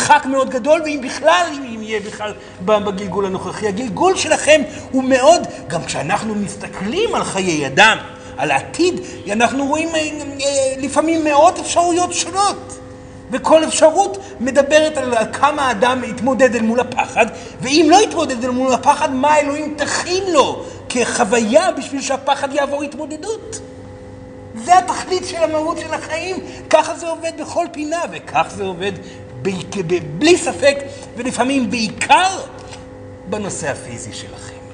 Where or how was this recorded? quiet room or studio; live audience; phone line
live audience